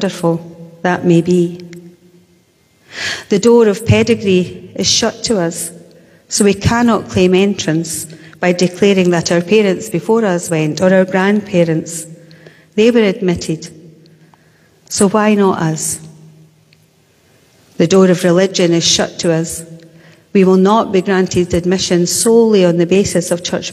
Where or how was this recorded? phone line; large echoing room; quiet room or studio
large echoing room